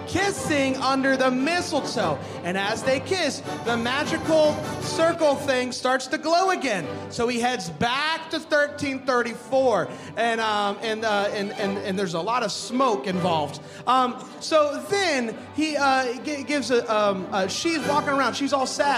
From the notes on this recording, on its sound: we recorded an episode LIVE at the ChristmasLand Experience in LA